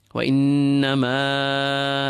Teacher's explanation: So hamza after the long vowel in a separate word is al-maddul munfasil, the separate secondary mad. So we pull that alif of innama, we pull it double its length.